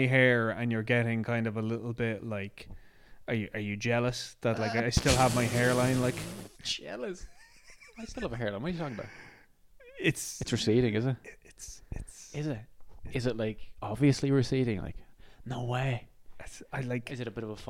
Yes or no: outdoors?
no